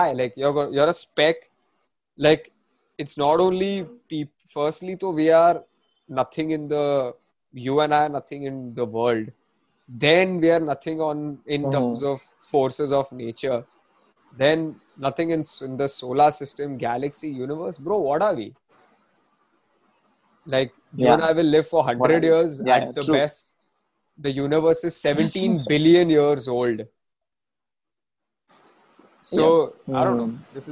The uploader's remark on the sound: Zoom Meeting